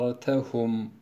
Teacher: Bizim en dertehum diye hiç med etmeden, ortada med yokken okuduğumuz bu kelimeyi Hişam enzertehum şeklinde okumuş oluyor. · Term: meddi lazım